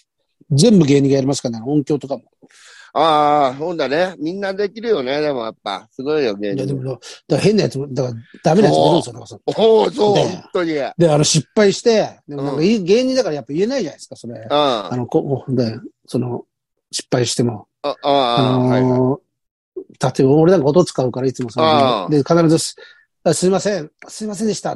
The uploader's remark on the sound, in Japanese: ZOOMで収録